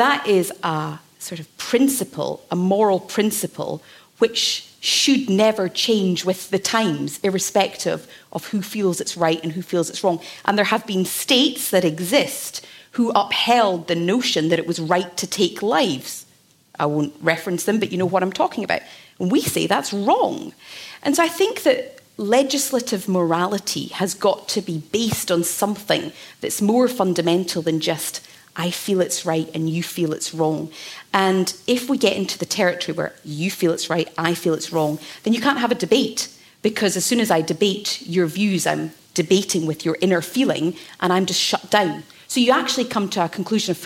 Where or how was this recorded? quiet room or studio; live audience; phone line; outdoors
live audience